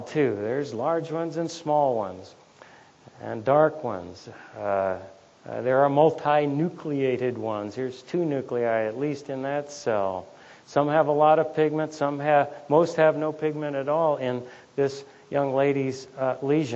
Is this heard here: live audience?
yes